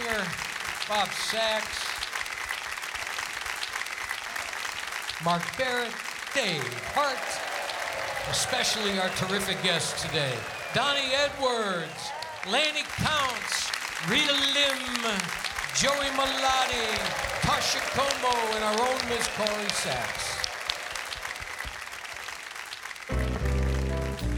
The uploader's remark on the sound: Live at the SouthPoint Casino